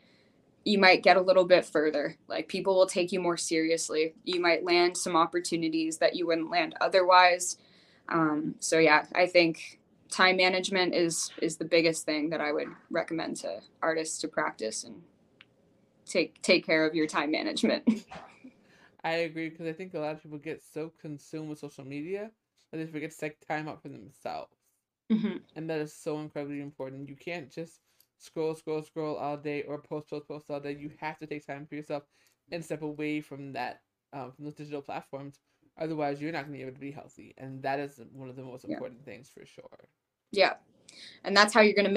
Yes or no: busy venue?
no